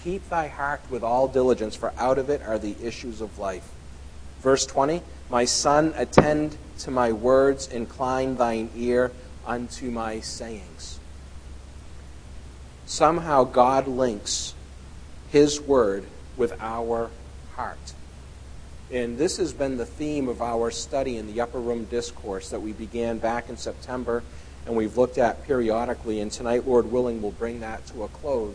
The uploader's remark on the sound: at The People’s Church of Somerville, NB